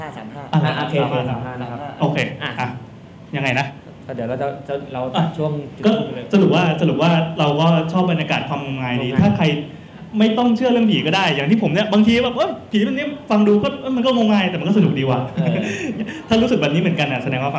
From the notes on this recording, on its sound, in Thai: Live in TK Park. เป็นเทปบันทึกการ Live on Stage ครั้งแรก. จากงาน ' PodTalk' มหกรรมชุมนุมคนทำรายการ Podcast ชาวไทยที่ผ่านมา.